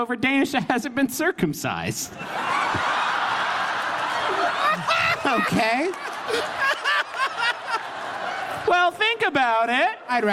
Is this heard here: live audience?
yes